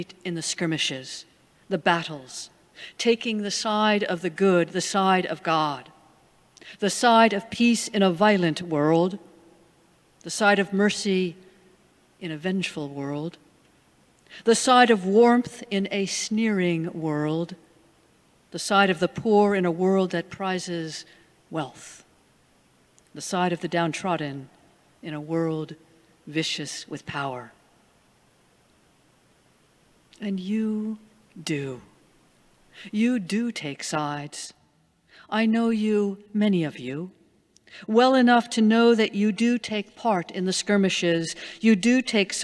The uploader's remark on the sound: Sermons from Old South Church in Boston